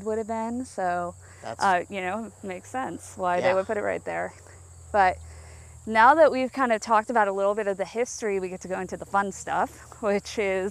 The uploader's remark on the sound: Podcast Filmed AT Lake Shawnee. Are on location in Princeton, WV at the amusement park where they were given two hours to be on the property alone!